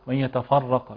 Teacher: نراعي ايضا هنا ان نرقق الفاء فلا نفخمها، لنقول وان يتفرقا لان هذا ايسر على اللسان.